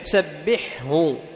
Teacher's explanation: سبحه وأبن أيضا الحاء عند الهاء في الفعل، سبحه الحاء حرف حلقي والهاء حرف حلقي، إلا أن الهاء أو الهاء أدخل من الحاء، الهاء أدخل من الحاء، فالهاء منين؟ من أقصى الحلق، والحاء من وسط الحلق